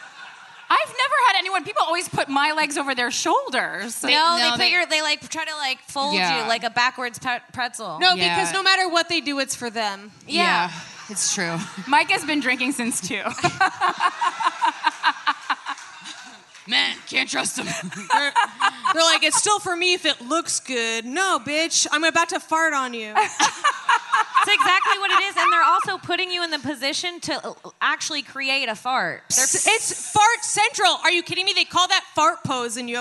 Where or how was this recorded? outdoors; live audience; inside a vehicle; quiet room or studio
live audience